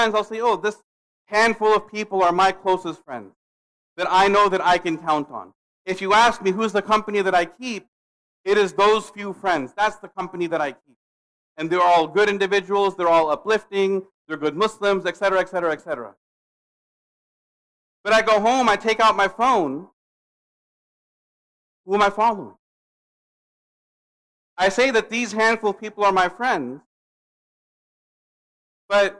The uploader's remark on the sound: Khutbah delivered June 17, 2022 at Muslim Association of Pudget Sound in Redmond, WA.